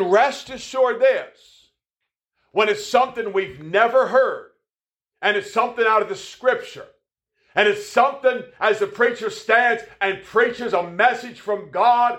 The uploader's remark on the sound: Preached at the Anchor Baptist Church in Wellsville, NY